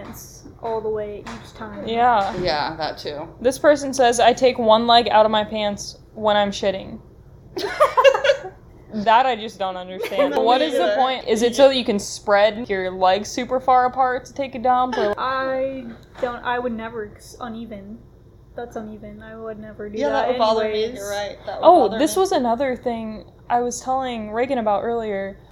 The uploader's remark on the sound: Sorry in advance for the poor microphone quality.